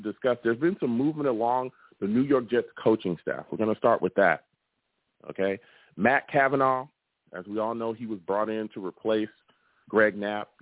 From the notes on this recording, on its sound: I also take live callers!